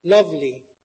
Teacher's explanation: The trochee is the opposite. It's one stressed syllable followed by an unstressed one